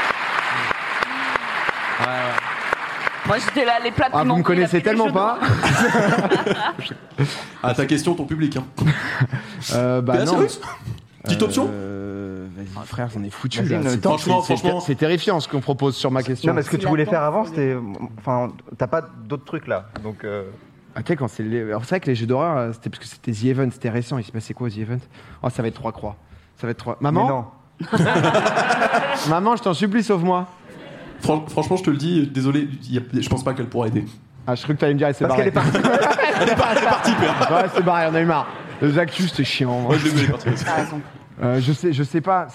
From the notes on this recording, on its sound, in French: Le public du théâtre. L'émission en public.